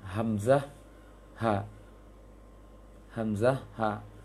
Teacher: Pangkal tenggorokan, tenggorokan paling bawah yang dekat ke dada